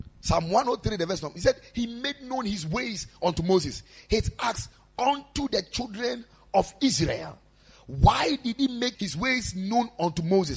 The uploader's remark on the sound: Preached at Ekklesia Chapel.